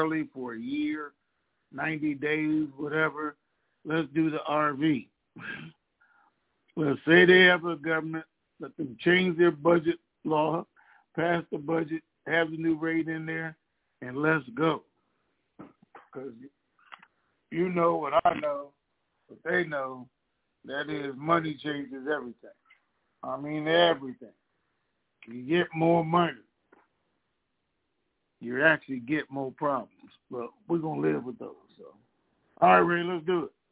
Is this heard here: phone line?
yes